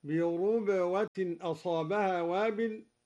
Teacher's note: قرأ الدوري بضم الراء هكذا بربوة أصابها وابل، وهي لغة قريش.